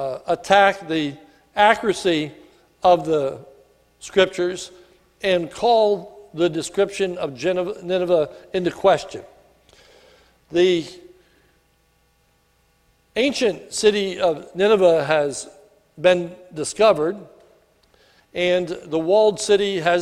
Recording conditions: large echoing room